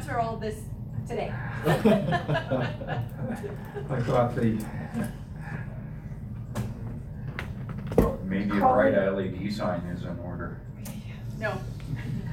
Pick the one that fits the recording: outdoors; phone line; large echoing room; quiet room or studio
large echoing room